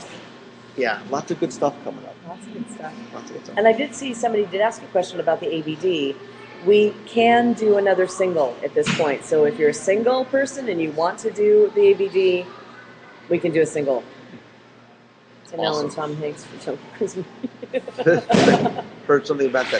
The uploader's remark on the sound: LIVE from the Disney Dream. WDW Radio Cruise recap and live broadcast.